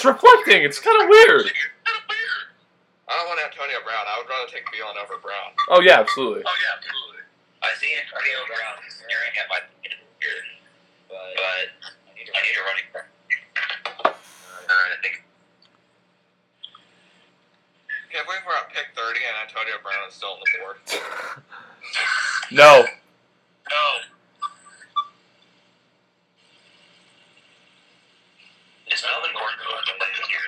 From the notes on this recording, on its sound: we tried a new app for group audio today, and unfortunately we experienced several technical difficulties